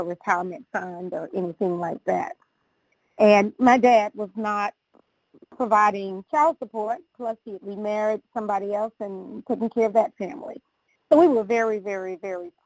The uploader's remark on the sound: 100 Pounders Phone Meeting.